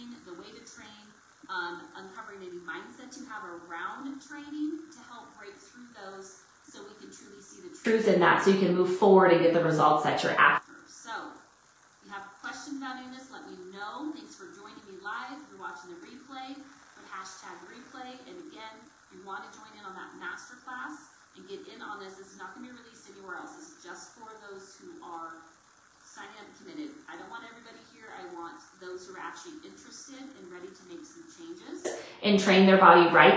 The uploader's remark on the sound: I APOLOGIZE AS THE AUDIO QUALITY IS NOT WHAT I WOULD NORMALLY PUT OUT